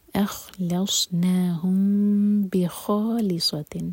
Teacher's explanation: میم کو ہولڈ کریں گے لیکن ہوٹو کو ٹائٹ بند نہیں کریں گے · Term: اخفاء شفوی